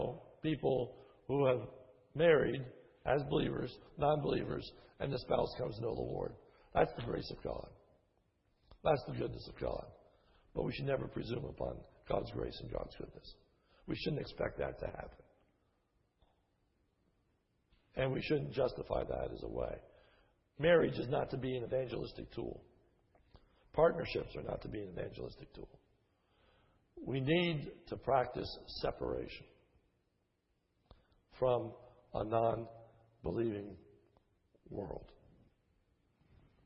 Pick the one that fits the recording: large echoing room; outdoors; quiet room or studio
large echoing room